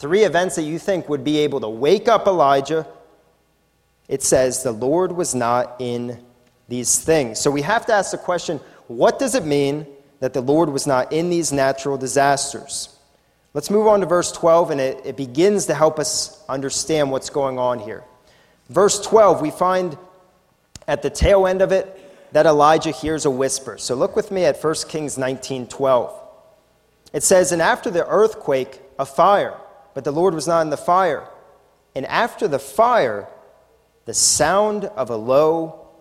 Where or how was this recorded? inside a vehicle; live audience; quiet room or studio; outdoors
live audience